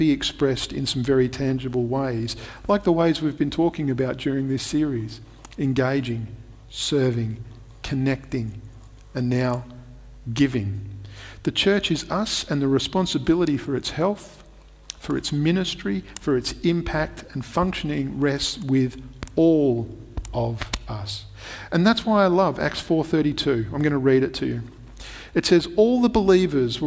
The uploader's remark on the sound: Recorded at Restore Church on August 8th, 2021